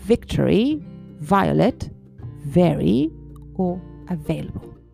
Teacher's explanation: Exagera mucho esa V labiodental · en inglés la V es fricativa, quiere decir que se aproxima bastante al sonido de una F